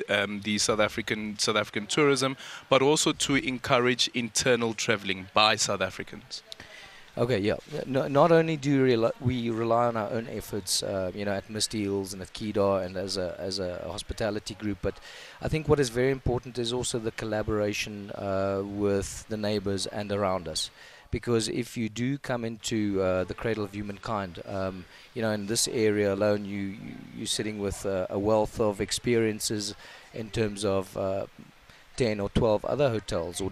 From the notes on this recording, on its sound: We have been broadcasting live from the Carnivore Restaurant in Muldesdrift.